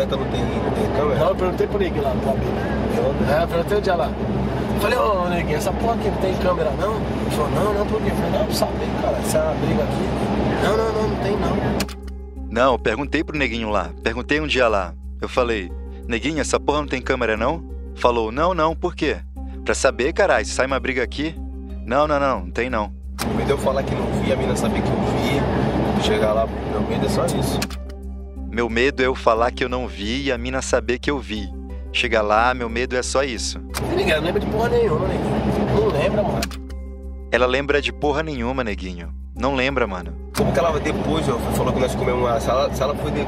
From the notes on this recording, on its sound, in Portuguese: A conversa foi gravada no carro do jogador.